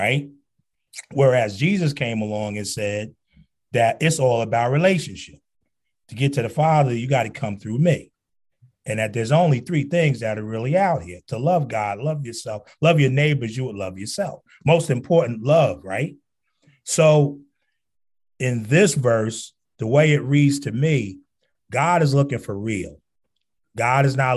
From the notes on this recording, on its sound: This is the audio version of the Zoom Session held on December 4, 2021.